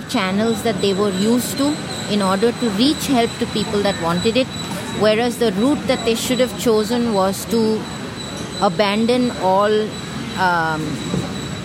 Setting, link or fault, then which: fault, sounds in the background